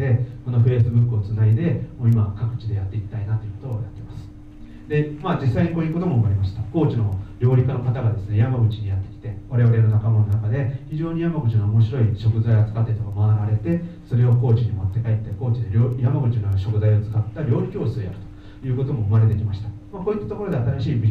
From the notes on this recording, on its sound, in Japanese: 会場のでの収録の為、雑音もありますがご了承ください。